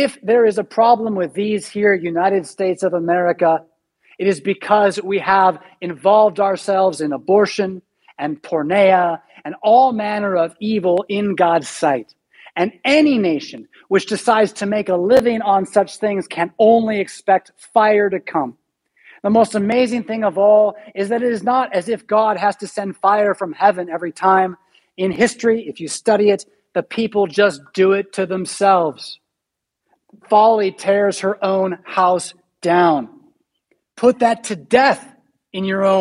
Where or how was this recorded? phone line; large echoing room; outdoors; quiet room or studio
large echoing room